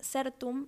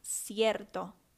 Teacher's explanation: Que en las palabras en latín en las que hay vocales E y O tónicas, esas se abren a, por ejemplo, en la palabra eh, en latín certum, esa E tónica se abre a cierto, se abre a la I y a la E juntas · Term: diptongación de E y O tónicas